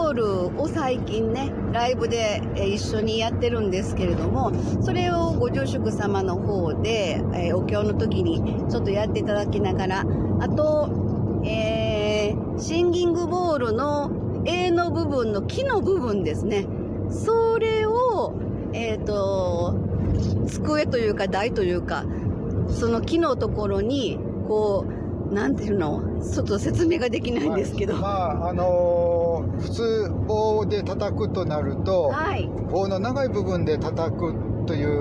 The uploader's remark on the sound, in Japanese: 九州ライブツアー音声記録。兵庫県養父市のラストLIVEに向けて、移動中の車の中で収録。聴きづらくてすみません。Stand.fm。